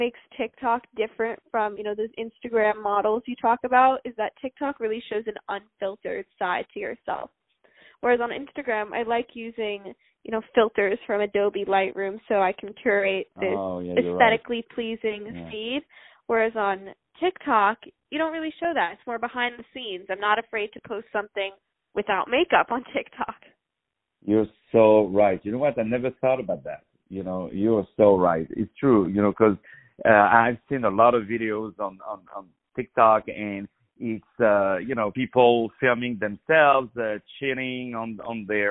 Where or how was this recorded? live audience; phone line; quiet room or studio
phone line